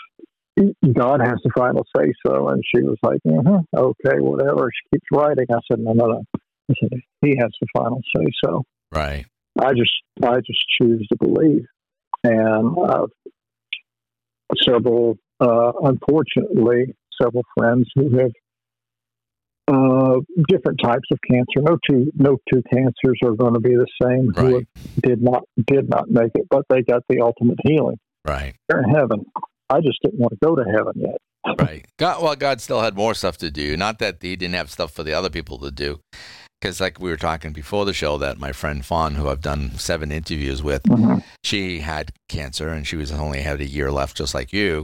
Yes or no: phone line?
yes